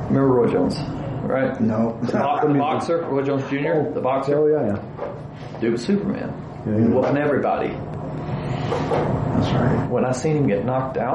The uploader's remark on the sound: This is an on-site interview, so please excuse the audio quality.